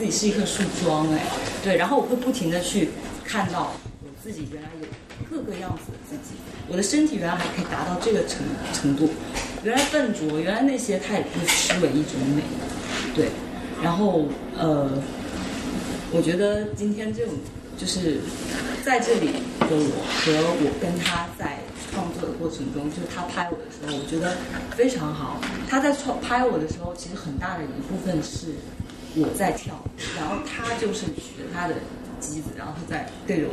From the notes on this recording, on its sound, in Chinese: 本期为展览「素描之间」开幕对谈的现场录音。操作失误导致的质量不佳，还请理解。